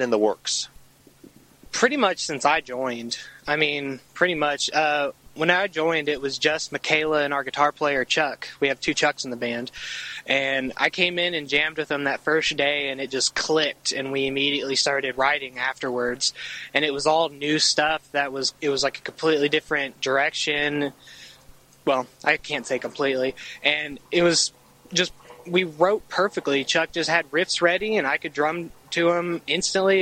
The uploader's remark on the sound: interview recorded in Nashville TN outside Daisy Dukes